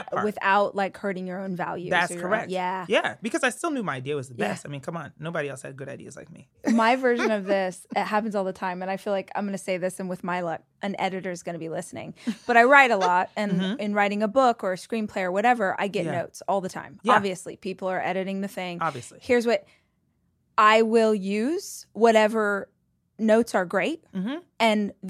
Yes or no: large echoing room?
no